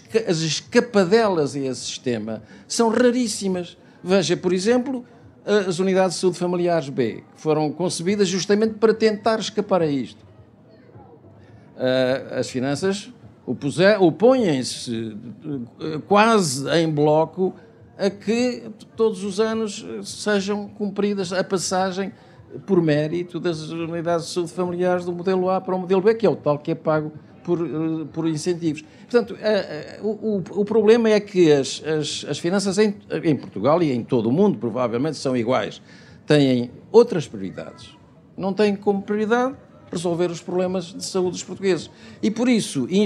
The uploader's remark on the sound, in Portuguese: Ouça o debate, que foi gravado ao vivo no lançamento do ensaio. Na Feira do Livro de Lisboa.